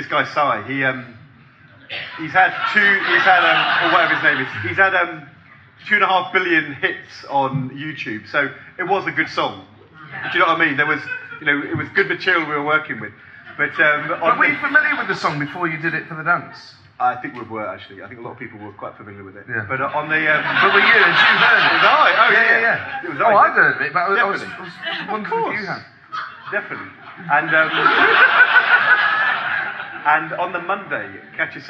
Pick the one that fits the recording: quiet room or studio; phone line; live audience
live audience